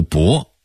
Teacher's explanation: 白云观的白应该读白，但在北京话里头要读博啊，就是博学的博那个音。京白用在大众化的俗语中就没这么多说法了，它只是北京白话的缩